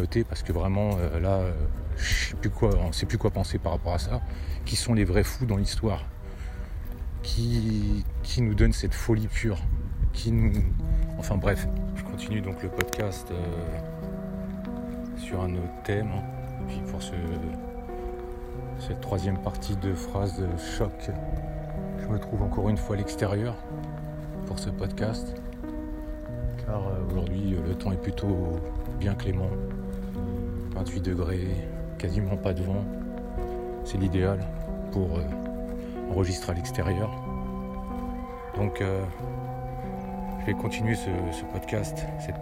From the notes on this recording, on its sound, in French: Podcast partie 3 enregistré en extérieur.